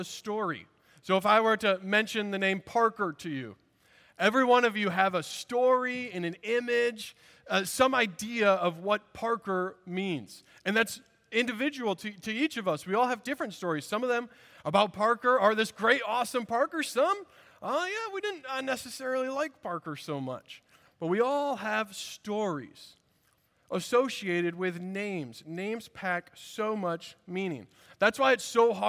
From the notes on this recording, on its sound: At Redeemer Presbyterian Church in Charleston, SC